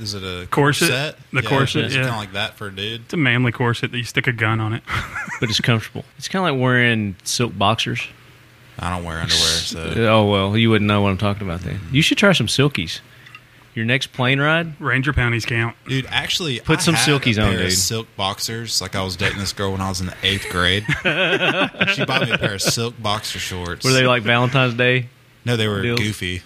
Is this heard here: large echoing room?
no